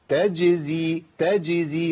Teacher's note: لا خد بالك لازم تقول ايه تجزي لا تجزي تجزي، لازم تقلق الجيم يا شيخ لان الجيم ساكنه وتخلصها من ازاي، لان ازاي الانتقال من وسط اللسان الى وسط اللسان مع سقف الحنك الى طرف اللسان مع صفح الثنايا، ده لابد تجزي تجزي، ما اقولش تجزي، والاسهل ان انا اعمل كده.